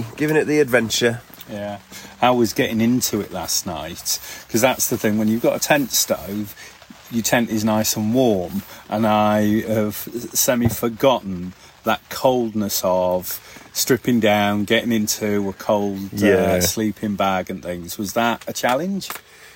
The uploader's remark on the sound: LIVE - Camping in Worcestershire. This week we are LIVE in the field. We are camping at Twin Oaks campsite in rural Worcestershire.